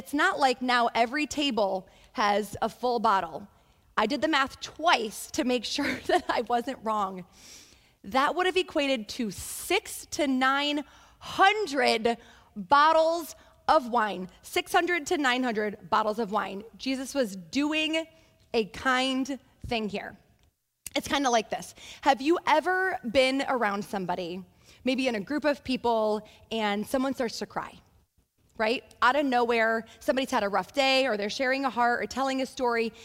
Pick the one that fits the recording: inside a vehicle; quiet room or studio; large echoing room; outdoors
large echoing room